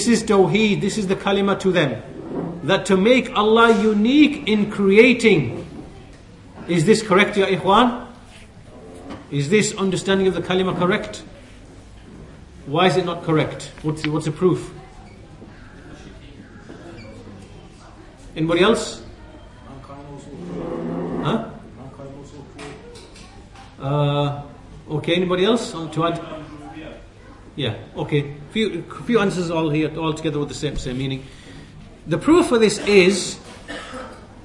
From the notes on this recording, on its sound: at the Leeds, The Correct Path conference